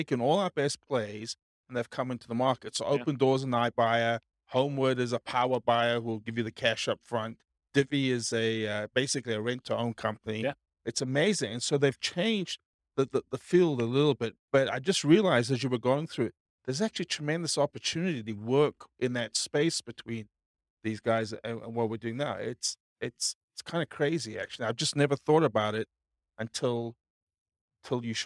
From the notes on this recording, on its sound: This was a live class recorded